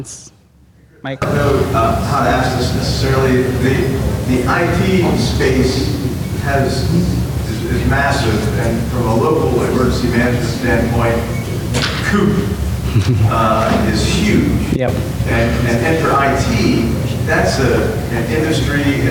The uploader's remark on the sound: same audio was enhanced to allow listeners to hear audience questions